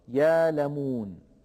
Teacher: يبدل ورش كل همز ساكن وقع فاء للكلمة حرف مد من جنس حركة ما قبله · Term: الهمز المفرد الساكن